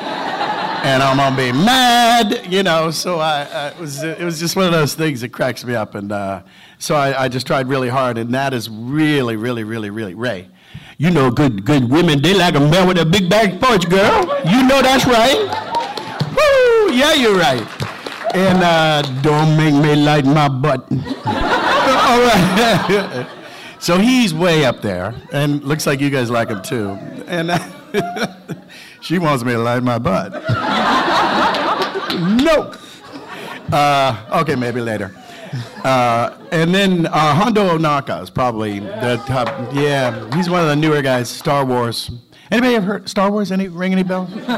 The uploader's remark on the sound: Panel From Pensacon 2016